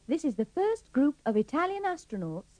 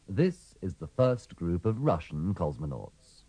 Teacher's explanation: remember to pronounce the O in astronaut and the second O in cosmonaut with a schwa